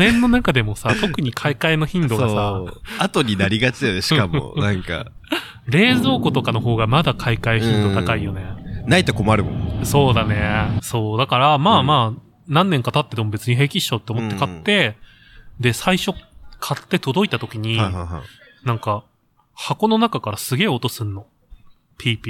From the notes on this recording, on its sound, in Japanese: 今回は小雨降る多摩川河川敷よりお送りいたします。コロナ禍でソーシャルディスタンスが叫ばれる中、密室を飛び出し野外での収録を行いました。